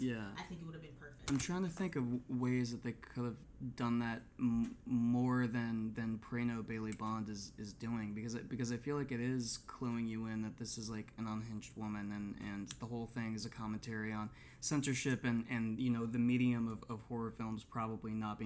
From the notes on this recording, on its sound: due to technical difficulties, this episode was recorded with just one mic.